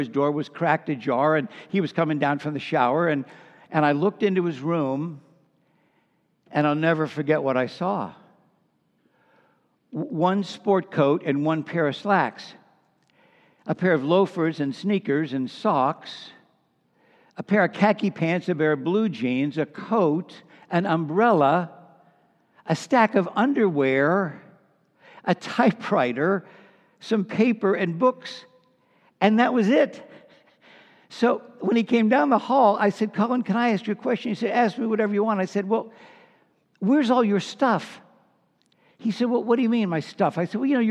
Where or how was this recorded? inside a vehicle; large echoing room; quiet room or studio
large echoing room